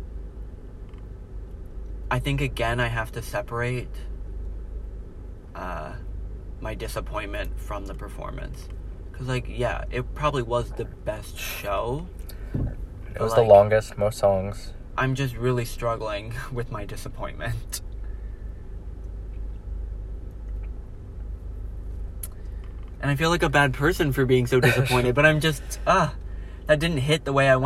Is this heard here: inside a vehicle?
yes